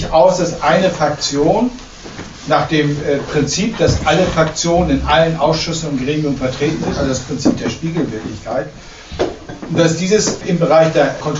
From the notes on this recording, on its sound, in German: 2015 im Club Voltaire, Frankfurt Am Main aufgenommen.